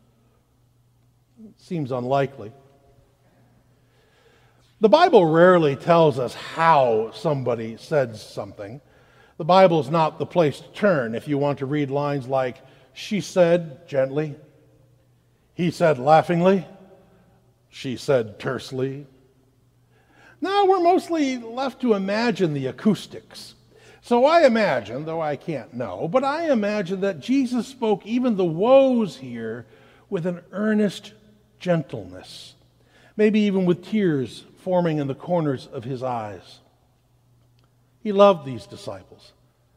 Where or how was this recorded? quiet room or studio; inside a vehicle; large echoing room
large echoing room